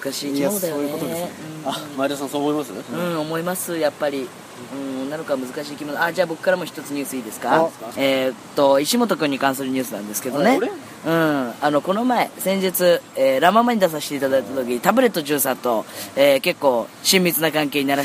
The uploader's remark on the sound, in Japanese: 撮影ため高尾山での収録。蝉しぐれに包まれた味のあるトークをご堪能ください。